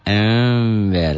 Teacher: Bunyinya berubah menjadi M. Akan tetapi mulut tidak tertutup rapat. Masih ada udara yang keluar ketika membacanya.